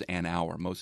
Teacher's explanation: Hour starts with a vowel sound, even though it's got an H in the writing. And so most people, I would say the correct usage is an hour.